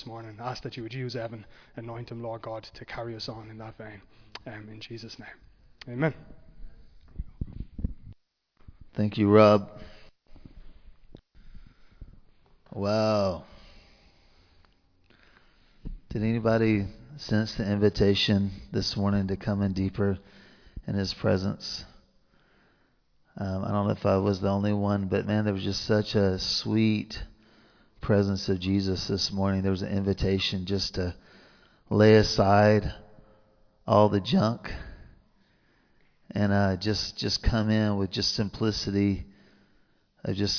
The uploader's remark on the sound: Recorded live in Liberty Church on 5 March 2023